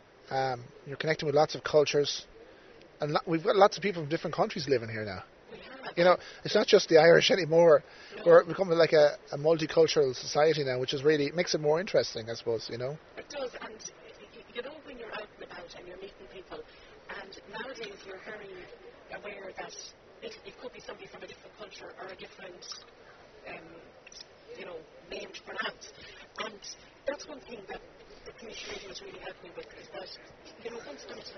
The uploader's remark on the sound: We recorded this one outdoors on the decking area at the Raddison Blu Athlone.